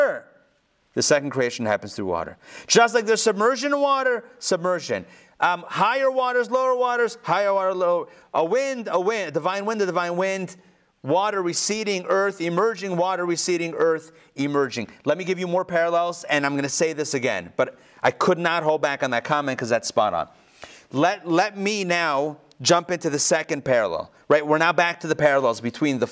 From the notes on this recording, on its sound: Recorded live in Atlanta on November 3, 2020